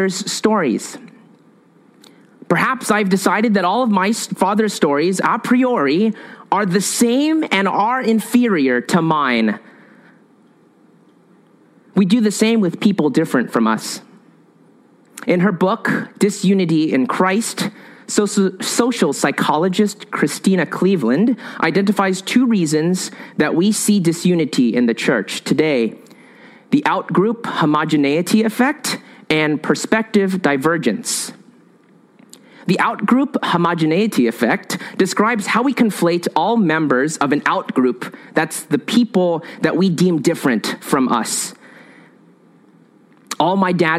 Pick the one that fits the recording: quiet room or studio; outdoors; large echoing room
large echoing room